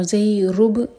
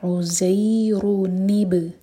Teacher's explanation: تو عزیرب کہنا غلط ہوگا، یہ ہوگا عزیرنب. رن جو تھا نون کا کسرہ با سے کنیکٹ ہوگا · Shown in: second take